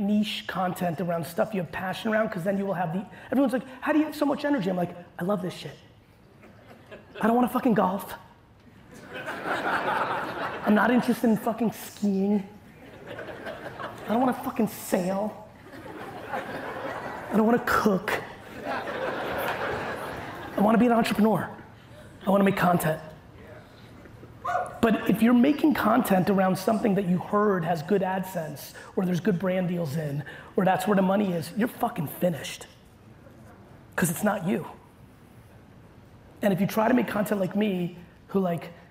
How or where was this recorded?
live audience